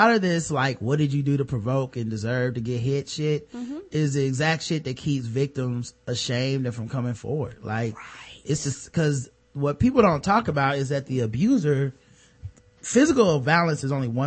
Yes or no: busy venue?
no